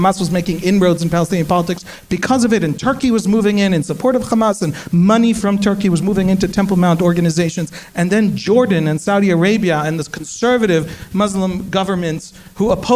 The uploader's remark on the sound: Paralyzed Nation LIVE. You'll hear how our live audience voted during the event.